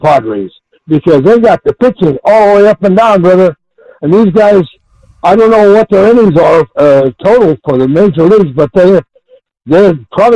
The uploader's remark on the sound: takes your phone calls